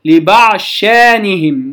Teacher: أي أن الضاد تدغم في شين شأنهم في موضع واحد أيضا